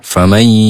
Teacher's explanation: Kemudian di ye-nya ini ditahan dua harokat. Jadi nunnya ini dilebur ya, nun sukunnya tidak ada. Dihilangkan. · Term: idgham bi gunnah